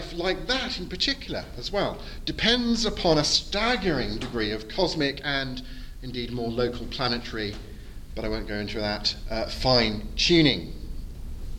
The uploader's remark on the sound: Edited audio from my Post-Conference Seminar. At the 2022 European Leadership Forum in Poland.